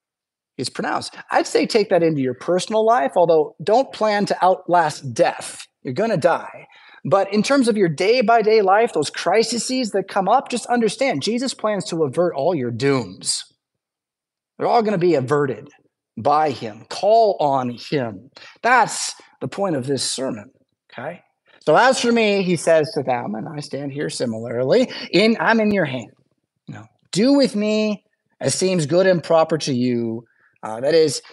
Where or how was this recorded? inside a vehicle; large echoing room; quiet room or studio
large echoing room